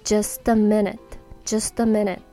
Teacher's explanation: just t で終わってますよねで次の音が a a の音なので just a just a でくっつきます just a で minute はえっ、と、a が母音で、minute の目は子音なので、リンキングみたいなものは起こらず just の部分だけがくっつきますねなので just a minute just a minute ですこれえっと just